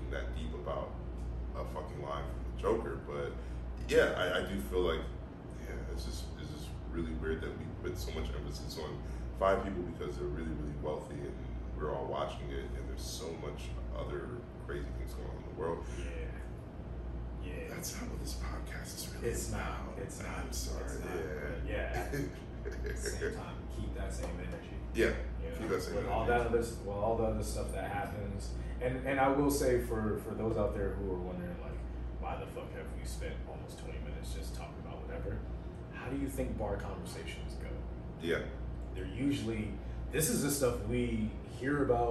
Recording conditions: poor sound quality